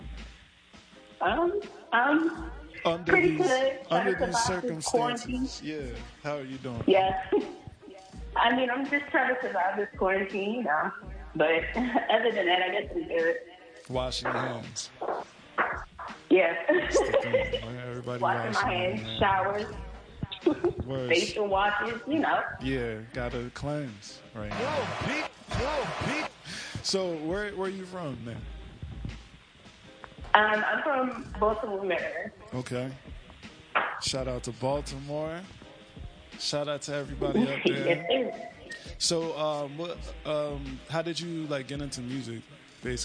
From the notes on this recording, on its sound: phoned